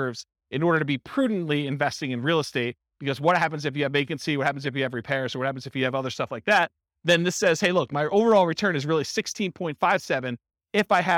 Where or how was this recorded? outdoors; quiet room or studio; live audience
live audience